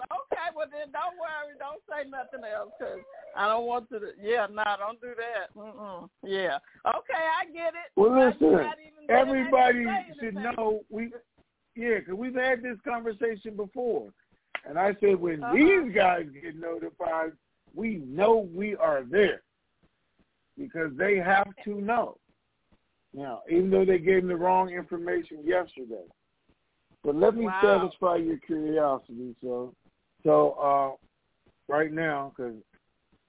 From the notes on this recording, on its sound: TNTSuperfantastic Conference Call